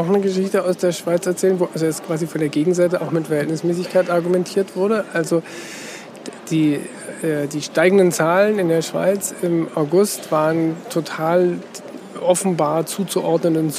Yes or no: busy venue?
yes